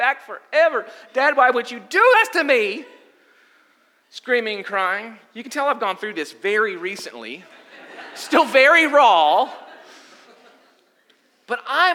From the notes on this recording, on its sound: Sunday Gathering Audio From Restoration Church